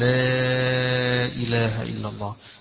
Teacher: يمد مبالغة في تعظيم الله سبحانه وتبارك وتعالى ونفي الشرك عنه سبحانه وتبارك وتعالى.